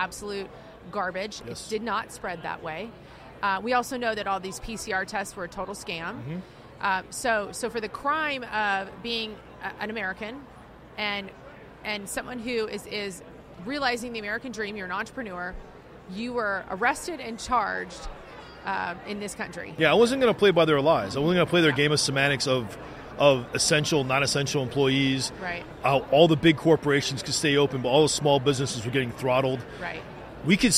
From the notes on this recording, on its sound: The Unity Project What’s UP? Podcast at AmFest.